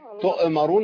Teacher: ما نهزش الهمزة، تؤمرون بتسكين همزة